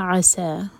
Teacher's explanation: عسى میں عین حلق سے، سا دو حرکہ لمبا، سین پر فتح ساتھ میں ہے، الف مقصورہ.